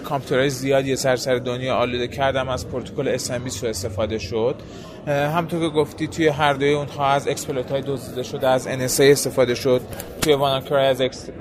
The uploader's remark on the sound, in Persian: در این قسمت صدای ما را از چهارمین نمایشگاه بومی سایبری میشنوید.